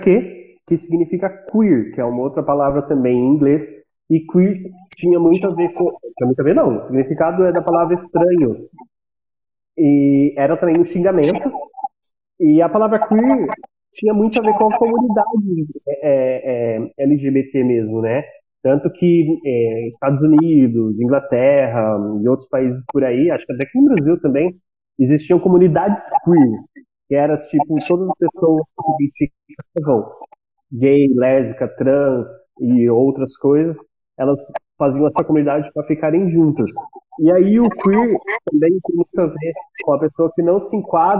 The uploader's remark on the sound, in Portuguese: Apesar da pouca qualidade do áudio por estarmos gravando na pandemia.